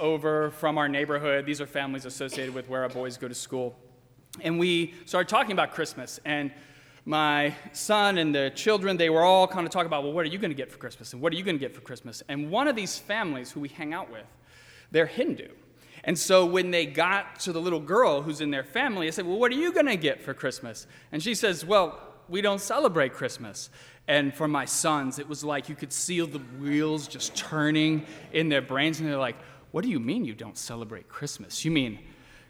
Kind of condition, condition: setting, large echoing room